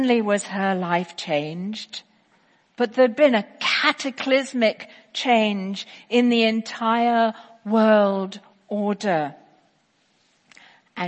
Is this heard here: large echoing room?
yes